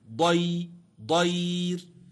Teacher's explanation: الياء هنا ليست مادية، الياء هنا لينة، ضي ضير، سكنت وقبلها فتح. إذن فالياء التي تسكن وقبلها فتح تسمى ياء لينة. · سكنت الراء فيهما لأجل الوقف ترقق وقفا